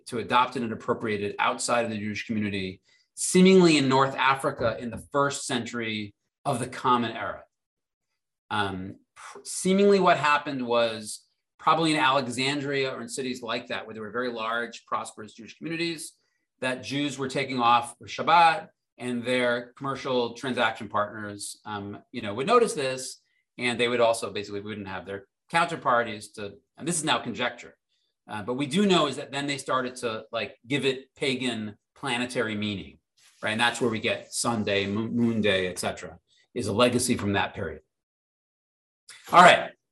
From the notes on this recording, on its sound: This audio was originally captured from Zoom.